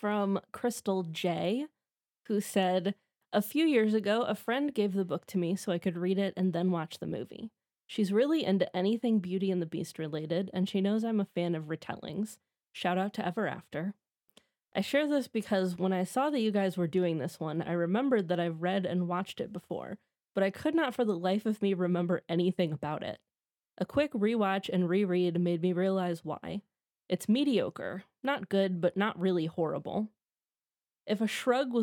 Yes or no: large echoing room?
no